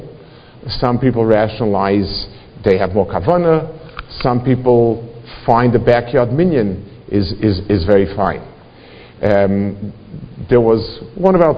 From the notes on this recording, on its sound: Delivered in Congregation Shmorei Torah, Fair Lawn, NJ.